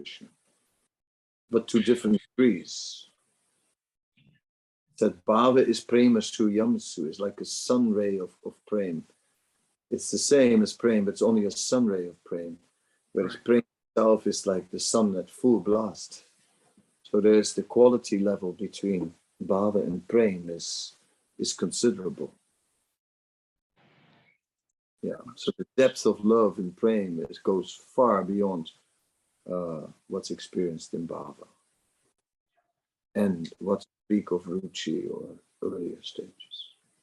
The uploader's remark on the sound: Zoom Meeting.